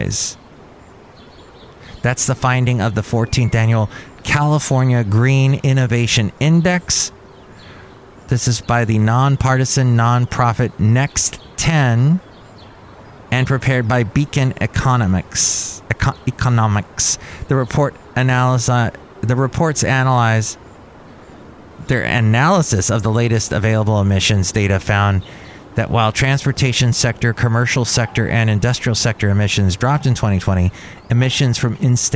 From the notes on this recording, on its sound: Podcasts live from Cafe Anyway.